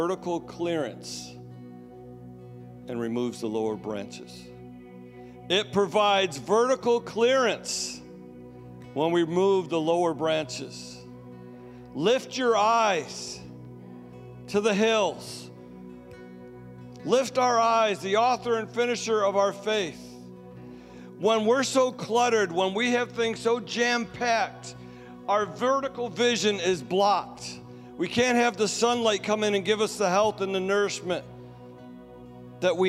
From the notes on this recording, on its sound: Sunday Service Recording